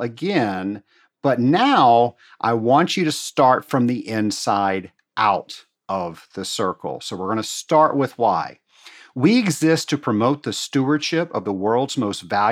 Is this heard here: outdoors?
no